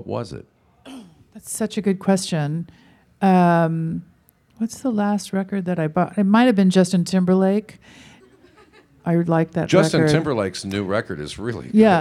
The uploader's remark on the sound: takes a few questions from the audience.